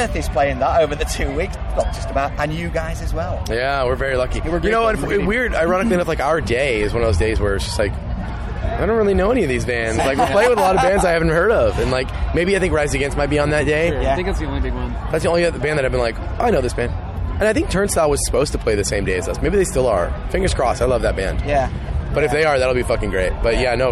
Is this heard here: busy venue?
yes